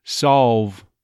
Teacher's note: the L very possibly becoming vowel-like or W-like